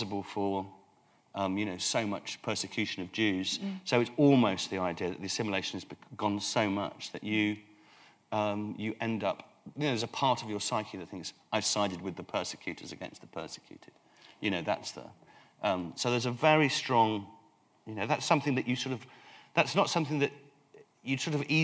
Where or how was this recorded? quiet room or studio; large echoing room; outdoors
large echoing room